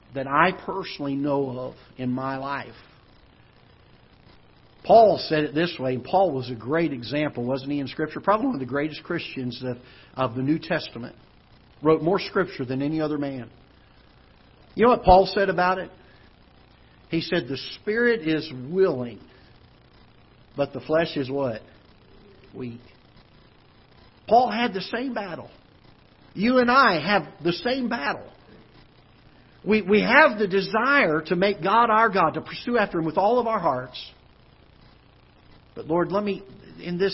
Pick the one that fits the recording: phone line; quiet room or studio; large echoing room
large echoing room